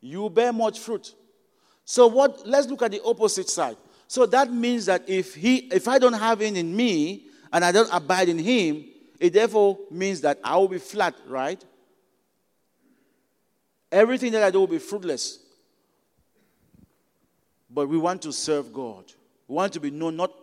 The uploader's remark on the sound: At Broadway Baptist Church, Lexington, Kentucky.